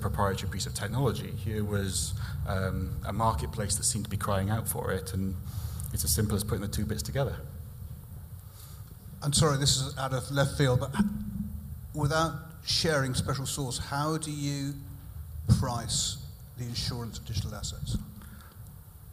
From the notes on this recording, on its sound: In this episode we bring you the first three discussions we had on stage at our evening event "MGA: The new frontier for Insurtech" .